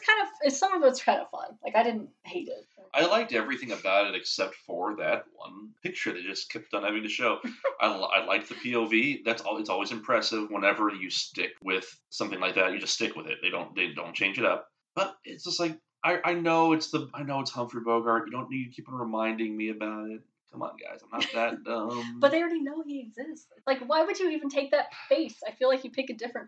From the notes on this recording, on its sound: My apologies for the sound quality.